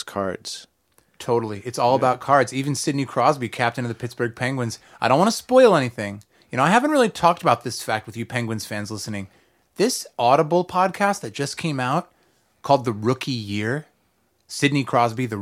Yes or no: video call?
no